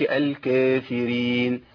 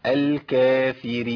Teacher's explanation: أنا بس عايز أحذر من حاجة ما ينفعش أقول الكافرين لحفص لأن عندنا في تقليل الإمام ورش تقليل يعني إمالة صغرى ما أقولش في حفص يعني ما أقولش الكافرين لازم أعمل انفتاح أقول الكافرين · Shown in: second take